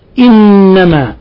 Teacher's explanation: نون مشددة، الحكم التجويدي حرف غنة مشدد، تعطى غنة مقدار حركتين